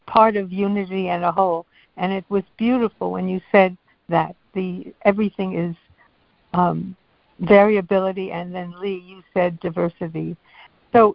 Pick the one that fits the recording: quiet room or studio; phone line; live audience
phone line